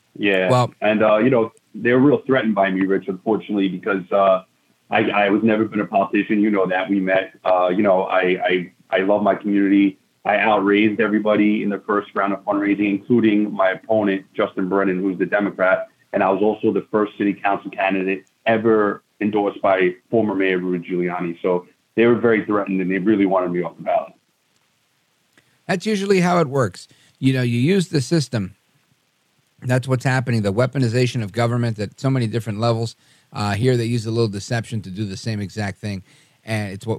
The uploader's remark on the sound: called into to talk